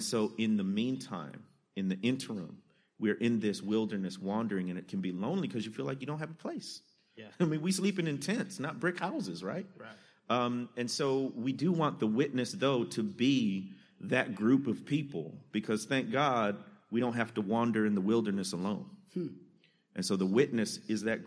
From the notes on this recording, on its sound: Live From Dallas. Live from Lifepoint Church in Dallas! Record in front of a live audience at the second stop of PTM Live Tour.